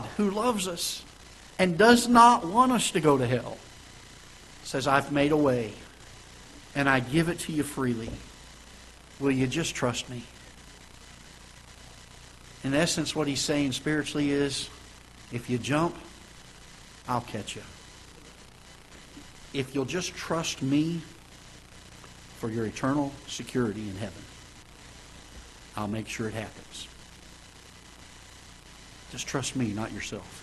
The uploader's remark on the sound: Ketha Heights Baptist Church ~ Live Broadcast